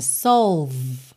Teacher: você para no V, já vai direto para o N